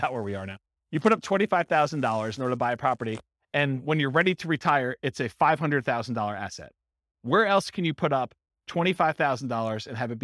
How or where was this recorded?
live audience